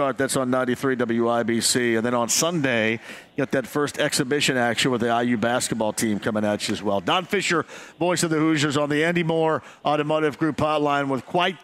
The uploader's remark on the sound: Bud Light Blue Friday LIVE From Back 9! LIVE from Back 9 in Indy.